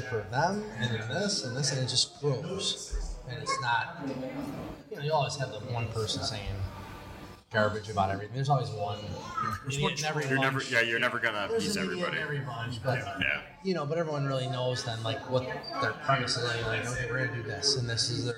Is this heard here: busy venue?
yes